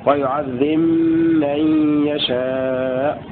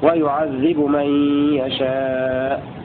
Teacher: وقرأ قالون وأبو عمرو وحمزة والكسائي بجزم الباء وإدغامها في الميم · Shown in: first take · هكذا ويعذب من يشاء والمسكوت عنهما ابن عامر وعاصم يقرآن برفع الباء وإظهارها هكذا ويعذب من يشاء كما نقل.